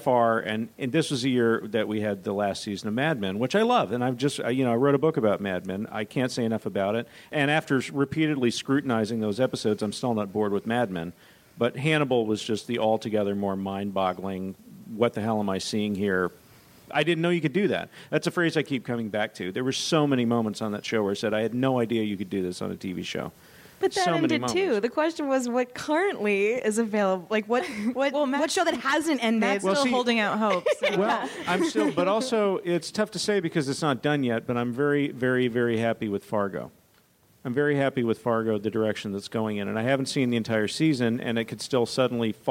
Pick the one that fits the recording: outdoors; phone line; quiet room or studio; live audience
live audience